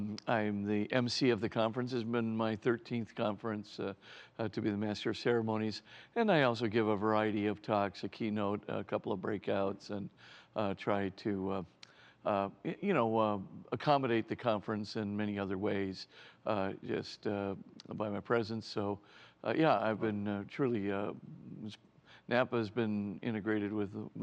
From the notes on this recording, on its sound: A special edition from the 13th Annual Napa Summer Conference.